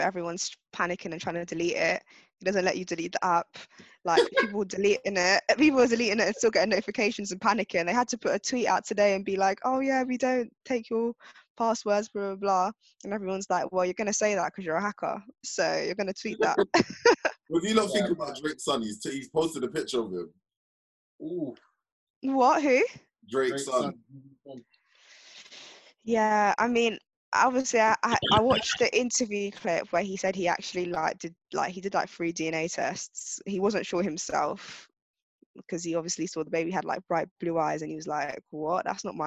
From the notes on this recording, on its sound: Had recorded this episode in self-isolation. Home on a video conference call.